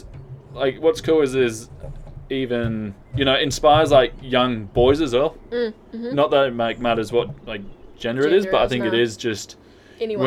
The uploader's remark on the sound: We recorded this episode at the new ilabb house, "The ilodge" . We were sat outside on the deck so you may hear a few cars and lambs from time to time.